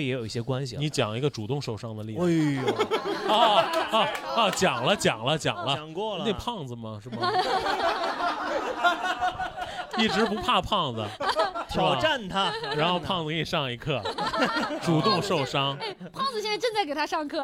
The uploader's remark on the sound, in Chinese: 能在现场看到大家真是不容易呀